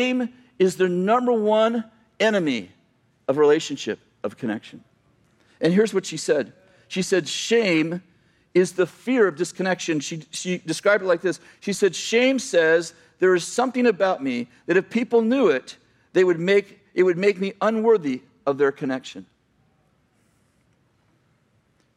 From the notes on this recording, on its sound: Message from November 25th, 2018 at Bethel Church in Redding CA.